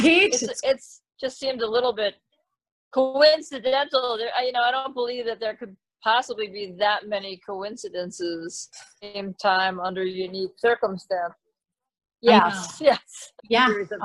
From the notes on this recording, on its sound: Zoom chat interview